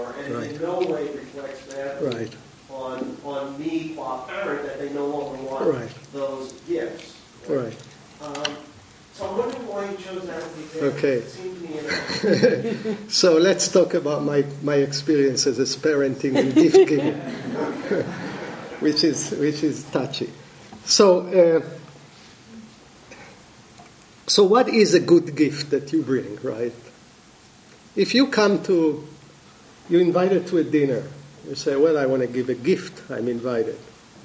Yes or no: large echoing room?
yes